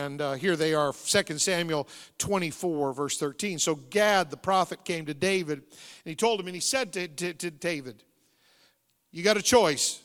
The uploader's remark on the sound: Sunday Morning Service. The Anchor Church of Zanesville, Ohio.